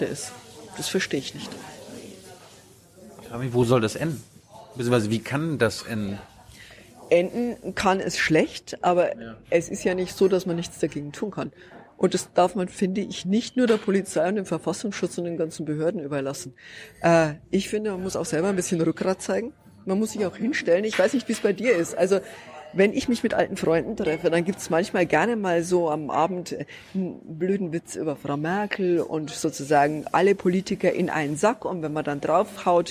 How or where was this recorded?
busy venue